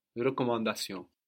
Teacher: the N on the end of recommand is half silent